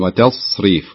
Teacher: التاء أنها تكون مرققة والصاد مفخمة، يعني وتصريف ولا نقول وتصريف وطاء وتصريف.